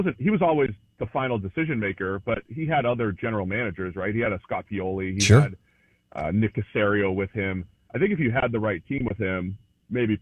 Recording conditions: phone line